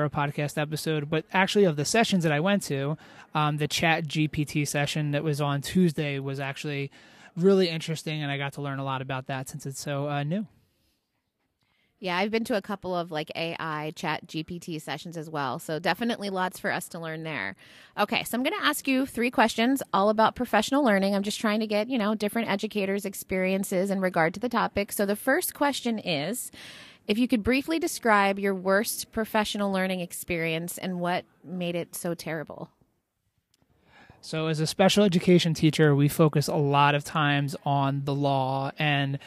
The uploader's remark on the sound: While at the conference I took the opportunity to interview 4 random attendees about their conference highlights. Being put on the spot in the conference venue’s hallway.